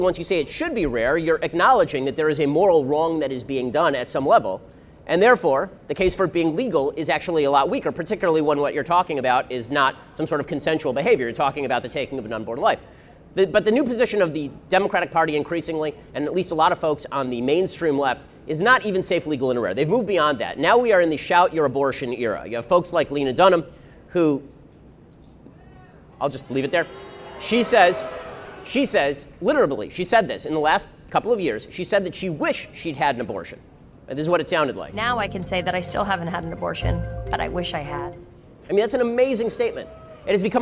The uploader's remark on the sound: We broadcast live from the March for Life